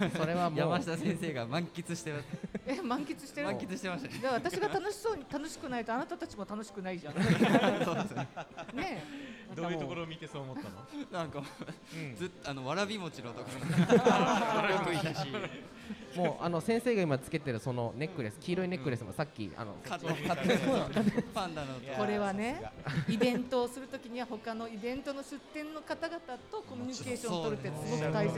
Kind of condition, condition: setting, live audience